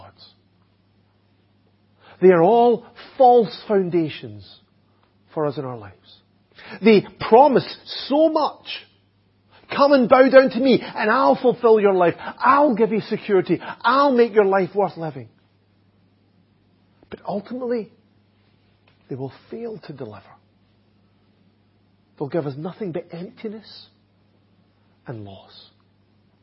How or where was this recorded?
large echoing room